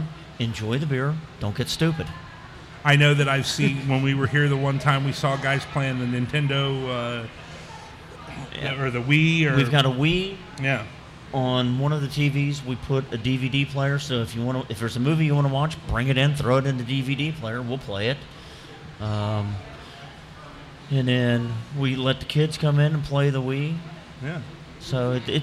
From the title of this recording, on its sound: The Old Firehouse Brewery, Live!